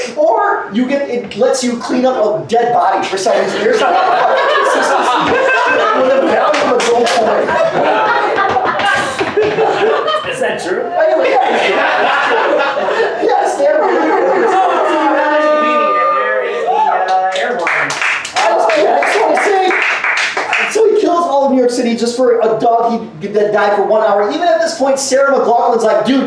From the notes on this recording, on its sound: The debate was recorded live this past summer. "Kangaroo Court" show in NYC.